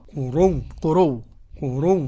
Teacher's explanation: إبدال الهمزة وإضغامها في الواو · Term: الإبدال والإضغام